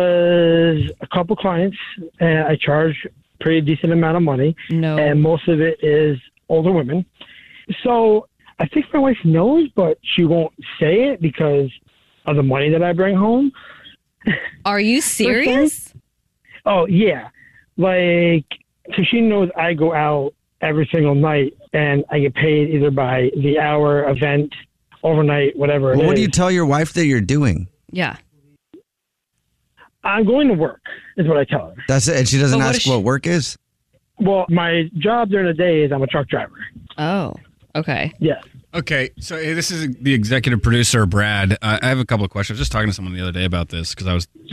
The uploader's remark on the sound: Give the caller an anonymous nickname so no one knows who they are. The guy on the phone.